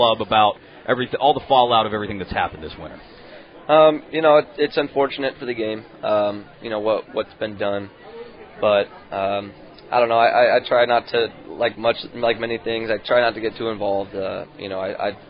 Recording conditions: busy venue